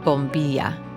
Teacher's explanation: pronounces his double L's and Y's as sh, like in the word bombilla